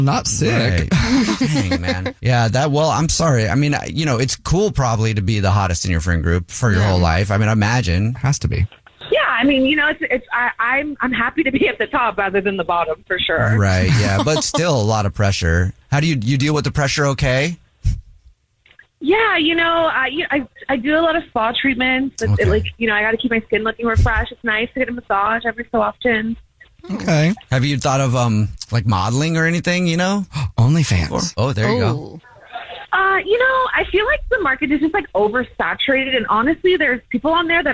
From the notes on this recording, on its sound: There is a woman on the phone